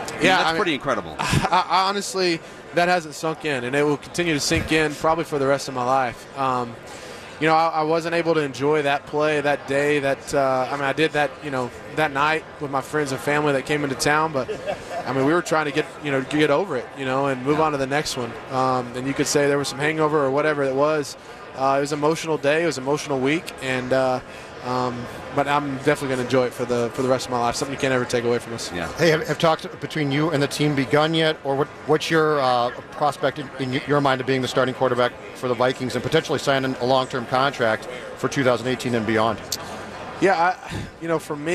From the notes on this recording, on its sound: Live from Radio Row all week.